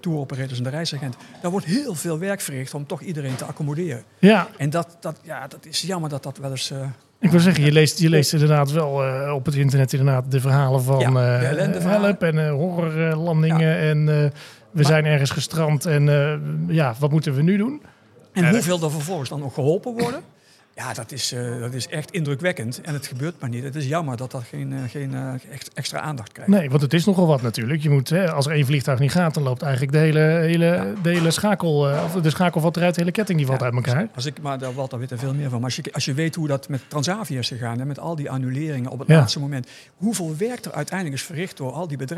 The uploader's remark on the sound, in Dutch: De Luchtvaartnieuws Podcast ging deze keer on tour, en was te gast in de vernieuwde LuminAir rooftop bar van het DoubleTree by Hilton in Amsterdam.